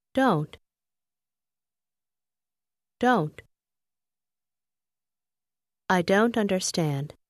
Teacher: Bạn có nhận thấy rằng âm t ở cuối từ don't gần như biến mất khi từ này đứng trước từ understand không? Hiện tượng này thường xảy ra khi người ta nói nhanh.